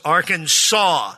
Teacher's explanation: The only acceptable pronunciation is in three syllables with the final S silent. The A in each syllable is the Italian sound and the accent on the first and last syllables, Arkansas.